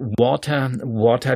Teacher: water wird also nur mit den Lippen ausgesprochen, vorne das W